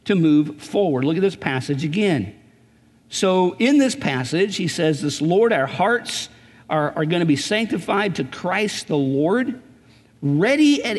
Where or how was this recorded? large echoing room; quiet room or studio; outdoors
large echoing room